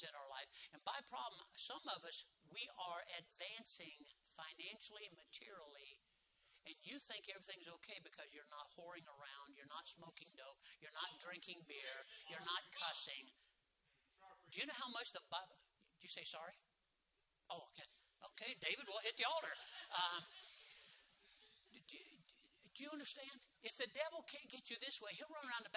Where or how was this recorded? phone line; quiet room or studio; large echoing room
large echoing room